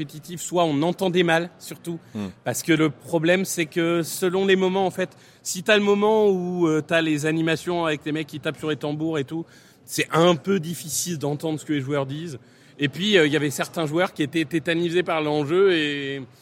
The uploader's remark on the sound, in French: Live au Super Bowl LVIII.